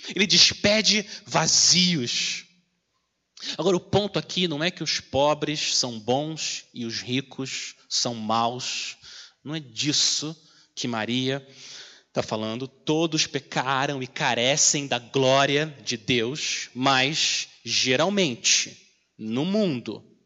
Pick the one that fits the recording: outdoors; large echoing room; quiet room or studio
large echoing room